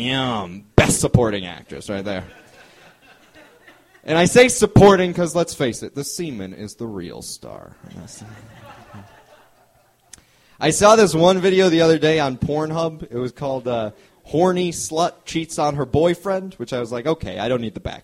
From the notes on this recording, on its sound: This episode was recorded at the Hungry Brain in April 2011.